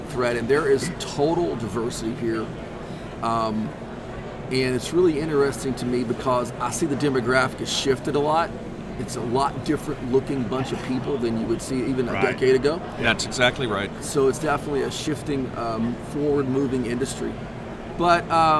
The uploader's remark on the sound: Live from the Houston Fishing Show. This podcast was recorded live at the fishing show in the middle of the action.